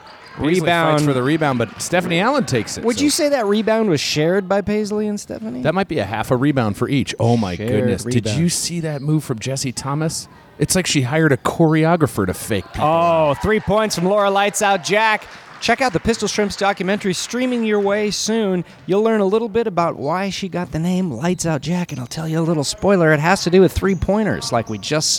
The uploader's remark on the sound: at North Weddington Auditorium